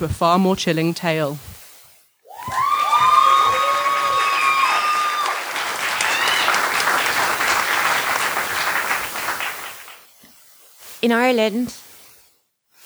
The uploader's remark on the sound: The Scare Slam - Live from the Pleasance Theatre, London - 11th October 2019. Part of the London Horror Festival.